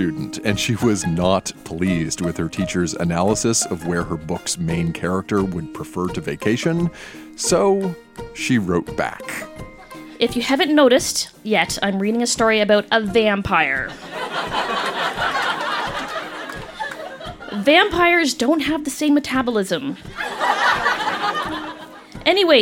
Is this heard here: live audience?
yes